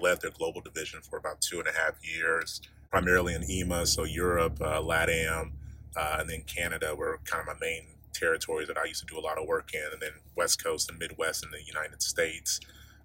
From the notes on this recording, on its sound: sat down outside of a local Orlando coffee shop